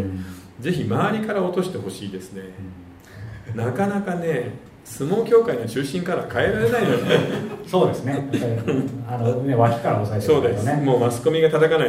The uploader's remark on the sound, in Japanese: 公開収録